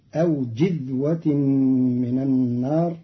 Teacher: قرأ قالون كلمة جذوة بكسر الجيم